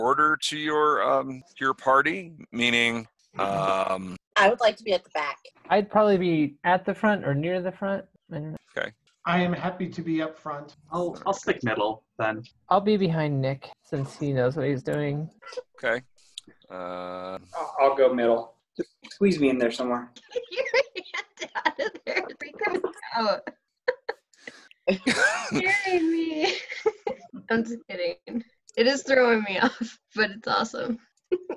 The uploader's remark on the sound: from the relative safety of our own homes via Zoom